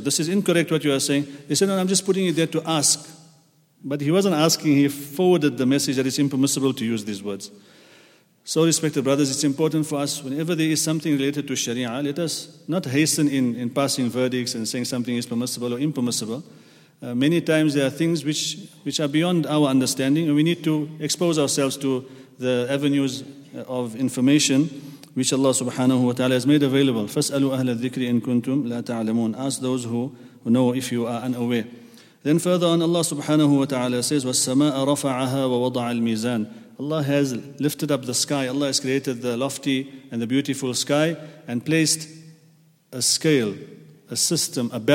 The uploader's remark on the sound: at the Houghton Masjid (West Street)